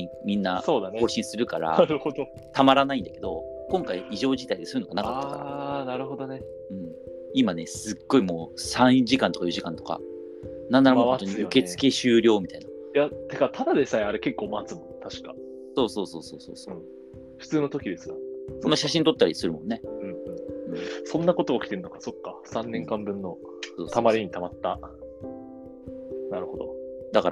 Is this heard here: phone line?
no